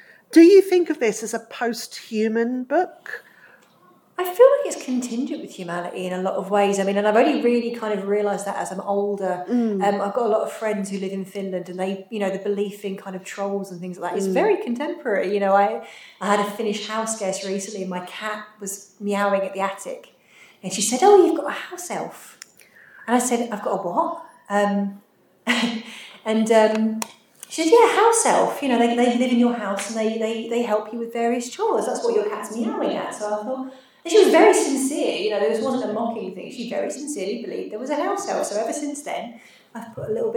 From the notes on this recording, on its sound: This episode was recorded live at FantasyCon 2022 so the sound is a little echoey.